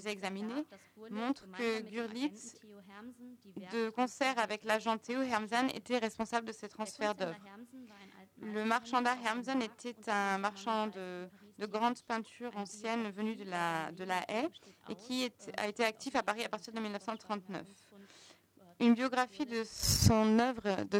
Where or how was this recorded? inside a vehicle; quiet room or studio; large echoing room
large echoing room